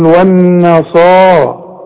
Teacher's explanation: الصاد بقى من اعلى درجات التفخيم لانها بعدها الف